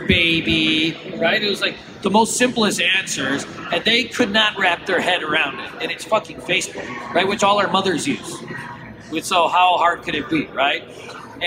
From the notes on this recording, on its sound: At the Blockchain World Conference 2018 in Atlantic City.